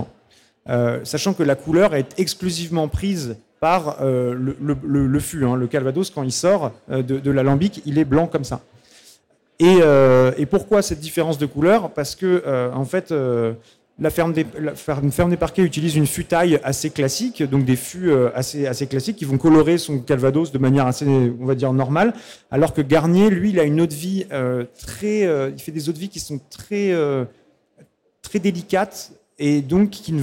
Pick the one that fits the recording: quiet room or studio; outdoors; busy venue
busy venue